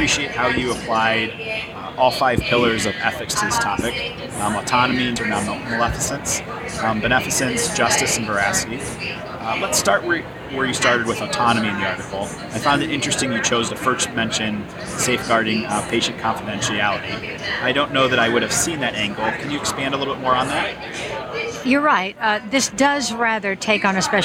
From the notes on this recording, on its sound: live from SmileCon